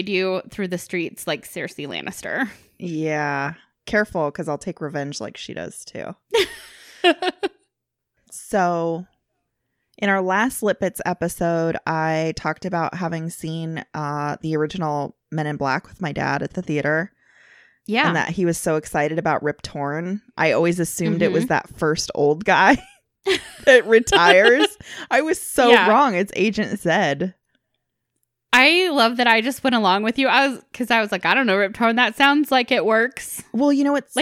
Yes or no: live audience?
no